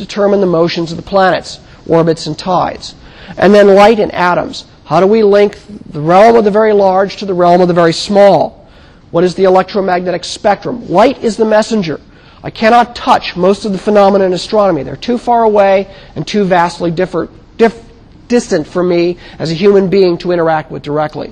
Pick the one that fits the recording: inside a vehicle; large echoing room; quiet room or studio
large echoing room